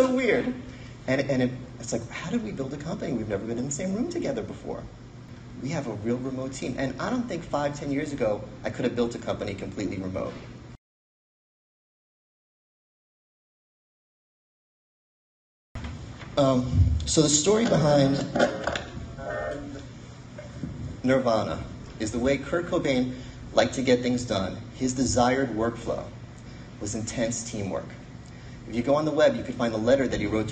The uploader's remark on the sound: we presented a keynote at the AVI Live event in Minneapolis, sponsored by AVI Systems.